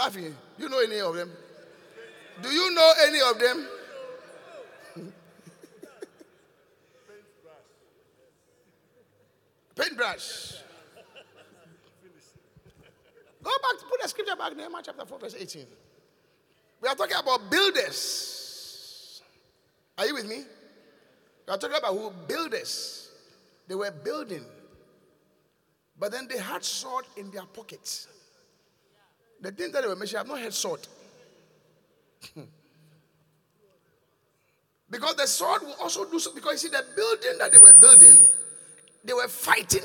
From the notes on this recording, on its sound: Encounter Service. Preached at The Qodesh.